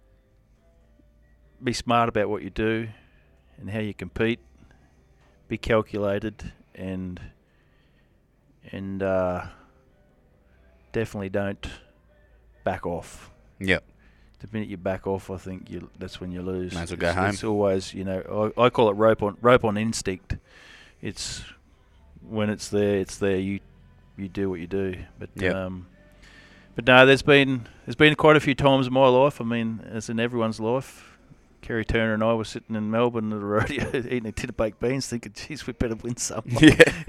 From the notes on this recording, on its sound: Sit down at the memorial roping just outside Warwick the weekend before the APRA National Finals.